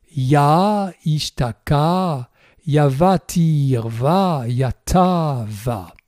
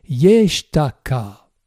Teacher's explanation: il n'y a pas de fusion des voyelles dans la liaison entre ya et ishtaka · Shown in: first take